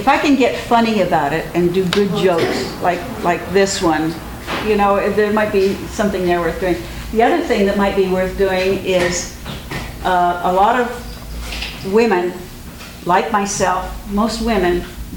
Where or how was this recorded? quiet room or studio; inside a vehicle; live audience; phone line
live audience